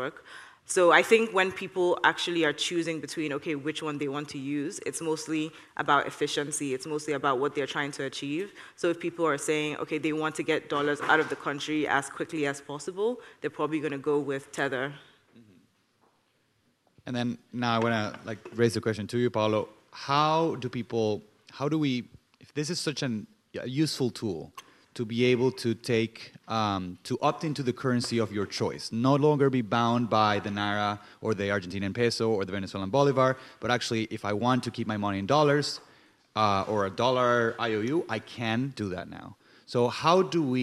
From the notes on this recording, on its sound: In this episode, recorded at the 2022 Oslo Freedom Forum.